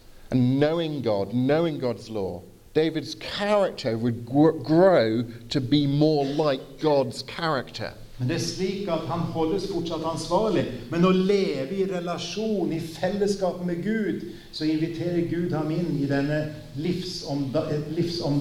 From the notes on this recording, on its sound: Sermon delivered at Misjonshuset Kristiansand, with translation into Norwegian